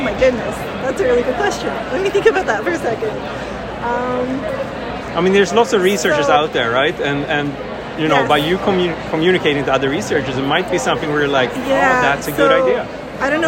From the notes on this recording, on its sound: recorded during Day 2 of Islet Study Group 2023